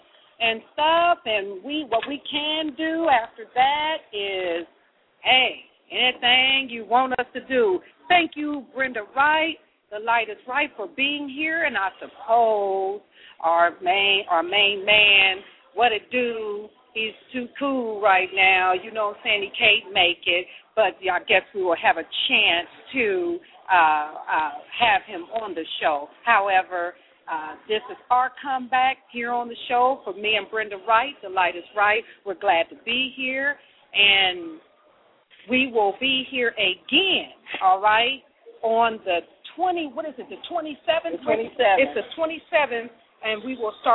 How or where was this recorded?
busy venue